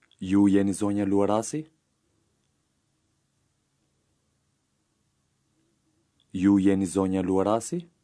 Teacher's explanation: Notice the rising intonation at the end.